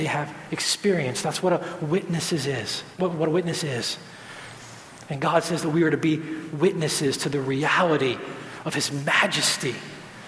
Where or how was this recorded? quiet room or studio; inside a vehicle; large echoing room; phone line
large echoing room